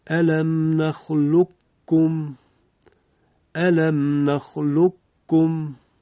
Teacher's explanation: حالا بنابر وجه معروف ادغام کامل هست به این صورت: الم نخلقكم، الم نخلقكم. میبینید قاف کامل از بین رفت و حرف کاف مشدد شد. یا بنابر برخی از وجوه قرائت حمزه ادغام در این یک مورد خاص ادغام ناقص هست، یعنی استعلاء حرف قاف باقی میماند.